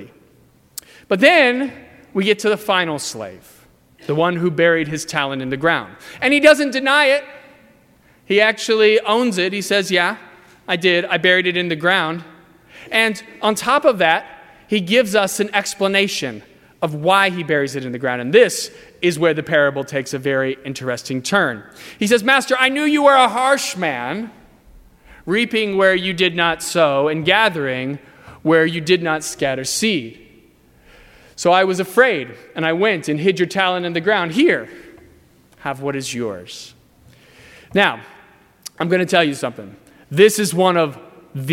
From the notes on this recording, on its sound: during the 10:30 AM service on Sunday November 4, 2018, at First Presbyterian Church of Arlington Heights, Illinois.